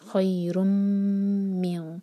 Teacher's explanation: خی خیرن، را کی دمہ تنوین کے بعد میم آ رہا ہے، یہ ہے ادغام غنہ کے ساتھ. را کو میم سے جوڑیں اور میم پر دو سیکنڈس کا ٹائم دیں